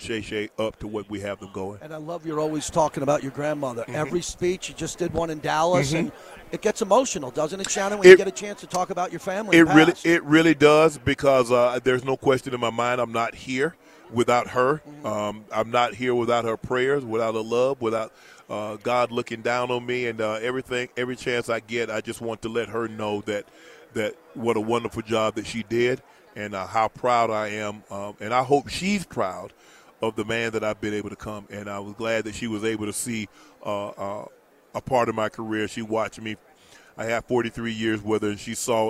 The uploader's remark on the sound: LIVE FROM RADIO ROW